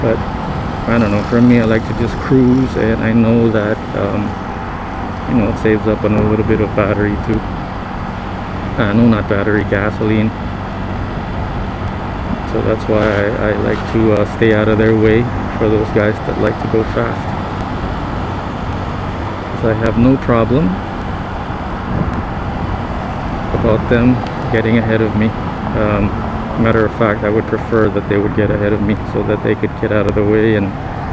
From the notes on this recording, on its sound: Moto imus, cavite. When I first started riding the motorcycle and trying out recording the podcast with a mic on my helmet.